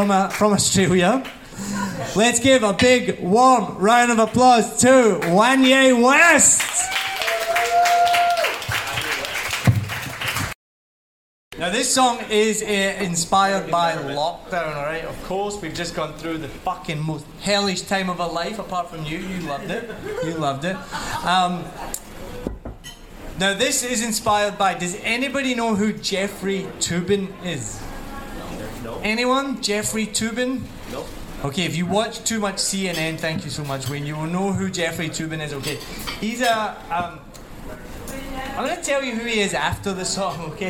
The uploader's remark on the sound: Live at One Night In Saigon. It was an amazing night of comedy.